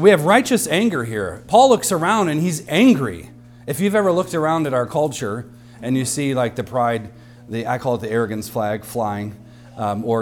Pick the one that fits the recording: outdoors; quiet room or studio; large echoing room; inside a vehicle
large echoing room